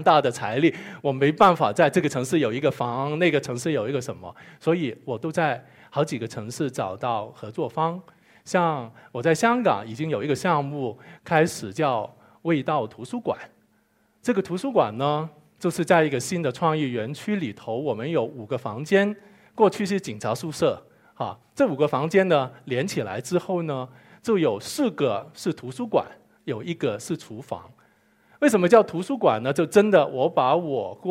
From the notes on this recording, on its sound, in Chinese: 一席现场